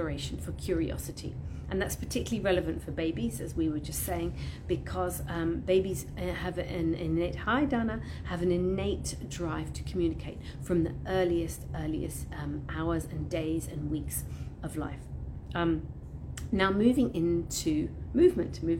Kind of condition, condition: fault, phone or laptop microphone